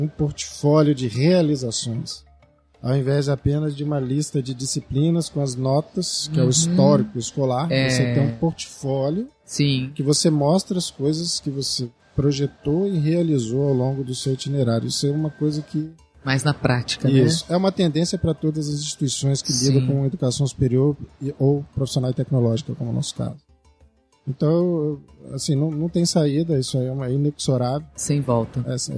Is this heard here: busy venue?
yes